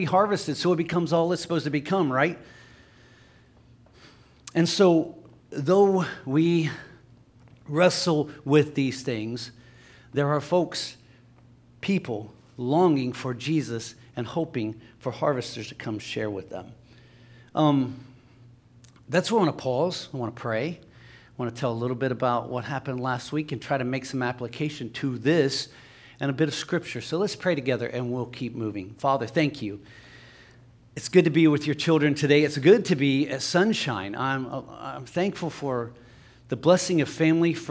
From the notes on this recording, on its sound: LIVE Services at Sunshine.